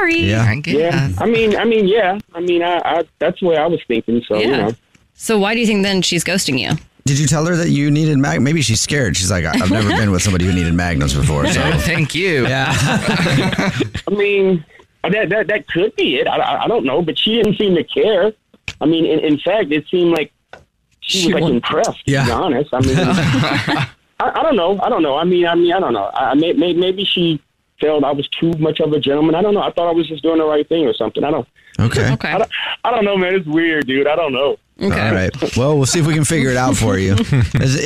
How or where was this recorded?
phone line